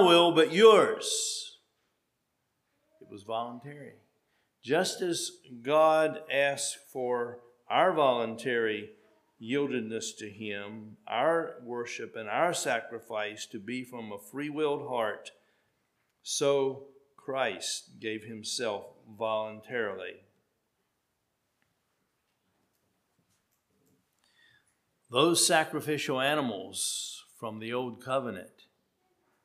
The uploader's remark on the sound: at Hephzibah Mennonite Church on February 26, 2023